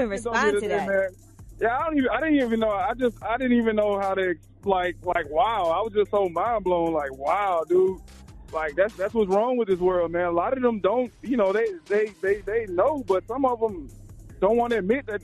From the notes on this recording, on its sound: We opened up the phone lines. We had the listeners call up.